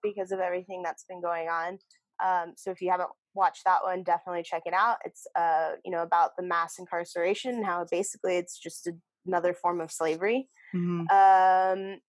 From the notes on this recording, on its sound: joins us on this Hoops Talk Podcast Zoom’d episode